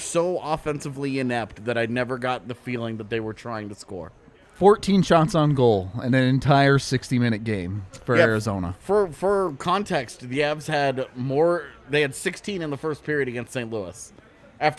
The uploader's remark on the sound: a live post-game show from the DNVR Bar